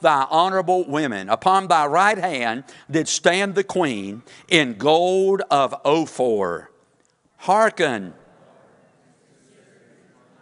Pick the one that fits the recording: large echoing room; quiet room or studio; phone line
large echoing room